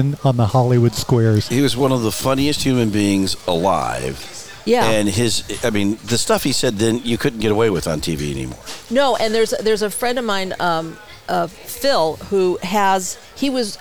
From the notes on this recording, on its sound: Recorded in the Center of the Coachella Valley Universe, Skip Paige’s Little Bar.